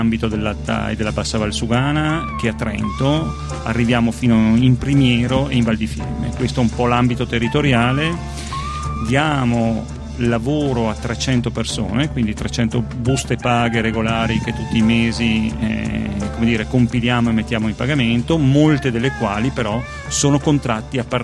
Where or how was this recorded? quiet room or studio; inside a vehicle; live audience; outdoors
outdoors